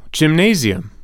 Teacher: 'cause it has a Z sound, not an S sound